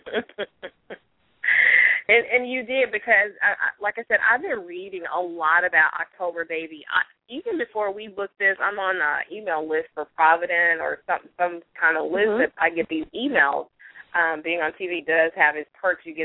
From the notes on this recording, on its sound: a live call in weekly radio show